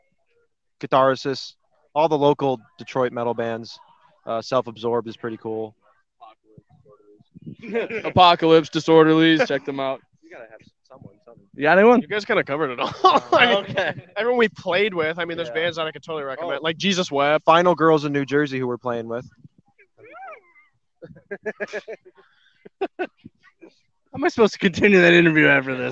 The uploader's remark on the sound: We had a blast doing live coverage from Michigan Metal Fest on Saturday!